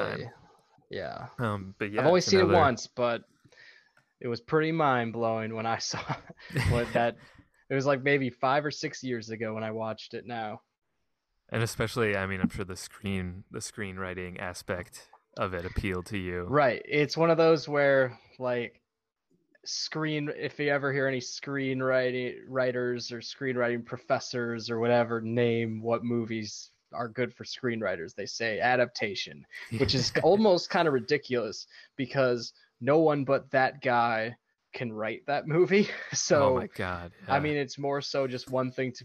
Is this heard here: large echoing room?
no